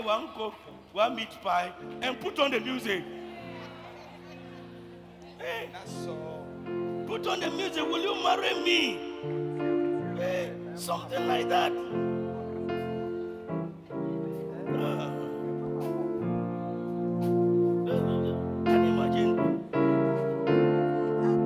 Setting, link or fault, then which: setting, large echoing room